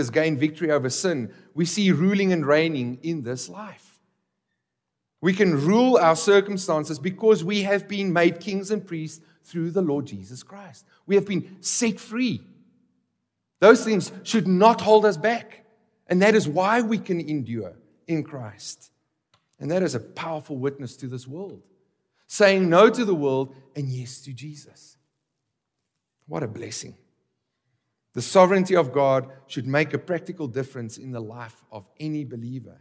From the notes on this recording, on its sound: This exposition was recorded at the Johannesburg, South Africa 2023 Workshop.